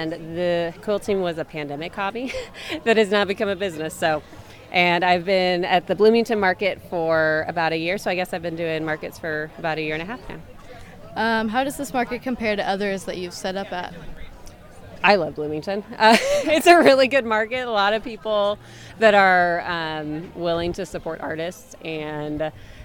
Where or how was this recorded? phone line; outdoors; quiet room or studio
outdoors